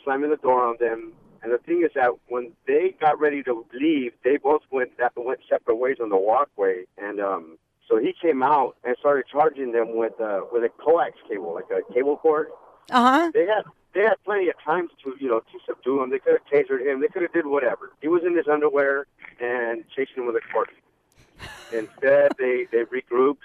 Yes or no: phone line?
yes